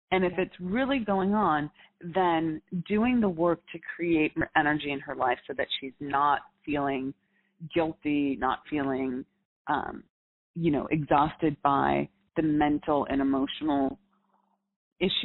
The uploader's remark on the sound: In this Coaching Uncut Series, we take you behind the scenes and allow you to listen in to the coaching I do with clients. All of these coaching calls have been recorded with permission from my clients.